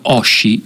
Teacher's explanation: avete sentito che ho enfatizzato un po' l'H all'inizio, diciamo che l'ho aspirata